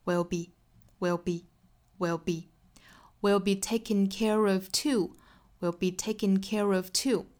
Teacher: too, will be taken care oftoo。好，我们注意 taken care of 这个 care 和 of 的连读，英音和美音最终读出来的结果都是一样的，都是 rev。美音的话是自然的辅元连读哈，而英音的话是加出来的一个小小的 r 的连接音连贯的